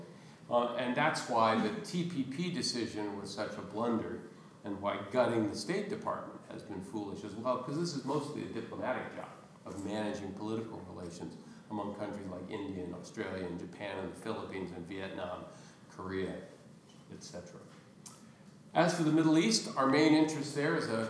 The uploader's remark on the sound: gives a guest lecture to the Oxford International Relations Society